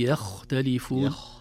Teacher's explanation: الخاء إذا سكنت ينظر لما قبلها، قبلها الفتح ترتفع رتبتها، قبلها الضم تتوسط رتبتها، قبلها الكسر تنزل رتبتها. · Term: التفخيم